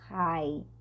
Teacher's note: o H no início da maioria das palavras em inglês, vai ser com o nosso som do R arranhado, high, tá? And I get real high.